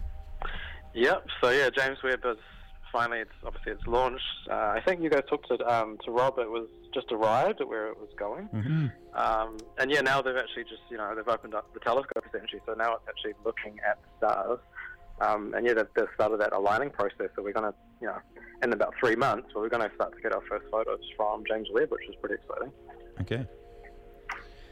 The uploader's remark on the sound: jumps on the phone to chat